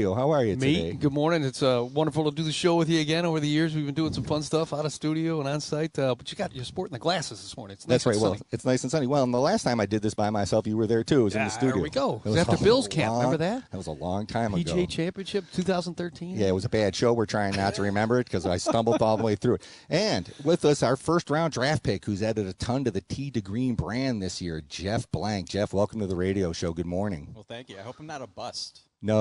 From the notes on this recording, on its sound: Tee 2 Green live from Glen Oak Golf Cub